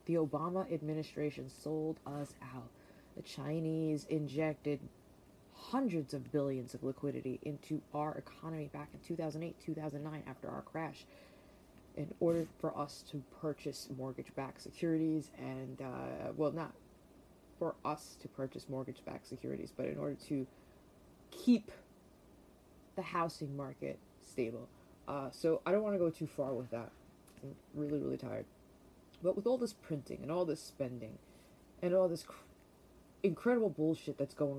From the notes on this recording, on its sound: Sorry ahead of time for the background noise during this episode, I always forget to turn stuff off!